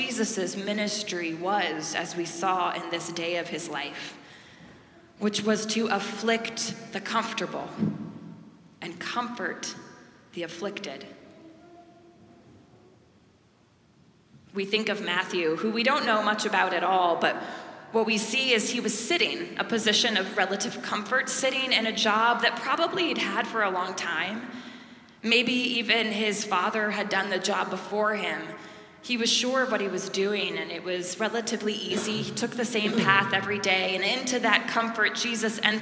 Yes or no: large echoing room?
yes